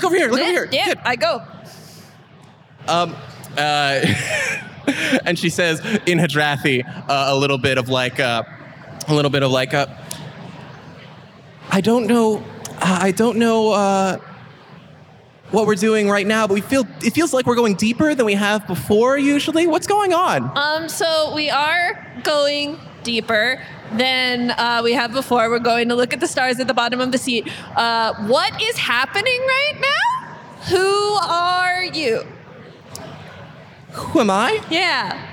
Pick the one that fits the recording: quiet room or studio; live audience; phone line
live audience